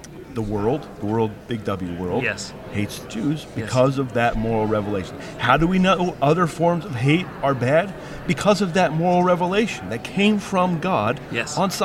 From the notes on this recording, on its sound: at the National Religious Broadcasters Conference